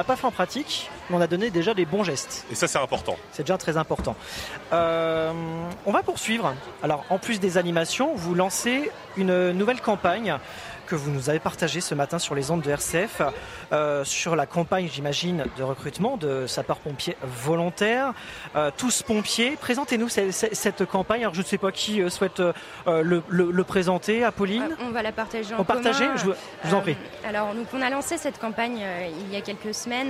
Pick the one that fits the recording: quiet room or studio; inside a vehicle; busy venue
busy venue